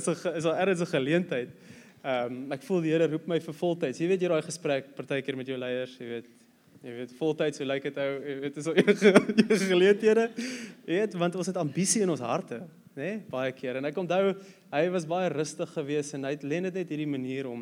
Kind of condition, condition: setting, large echoing room